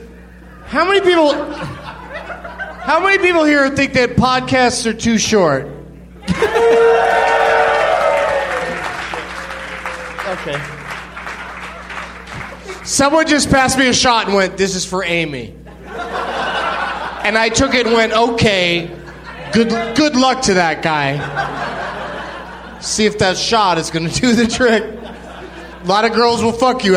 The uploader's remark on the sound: Recorded live at the Baltimore Comedy Factory on August 3rd, 2011.